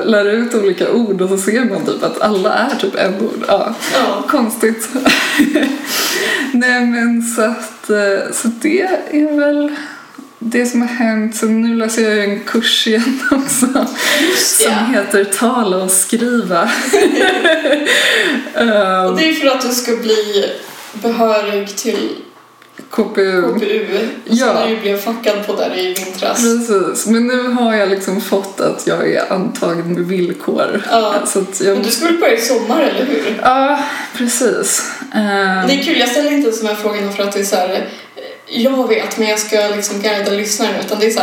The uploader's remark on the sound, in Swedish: Inslagsproducenten är väldigt sur över den dåliga ljudkvalitén i det här avsnittet. "Sitt nära micken för fan", hälsar han.